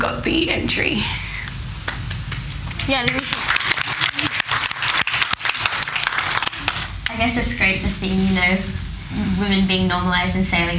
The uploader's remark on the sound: Recorded live in front of an audience at a Trailblazers Women In Sport Business event in Sydney. Please note there are a few issues with the audio quality due to the unpredictability of recording a live event!